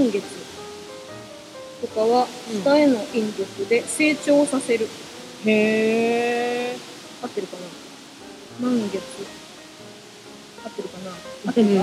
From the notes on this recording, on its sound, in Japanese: 新月の日に滝の横で収録した。滝の音とマイナスイオンをたっぷり乗っけて配信します。